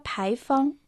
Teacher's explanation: Пайфон произносится отдельно во втором и первом тоне